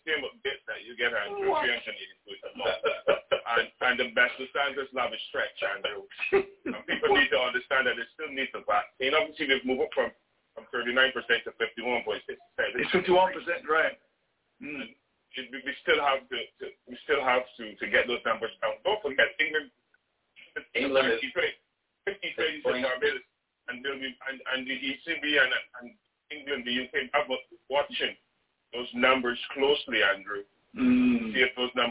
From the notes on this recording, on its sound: Listen to what the panelists and callers have to say.